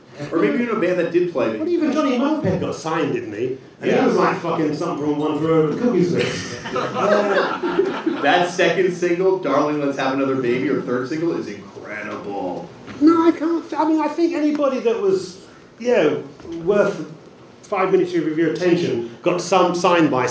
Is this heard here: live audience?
yes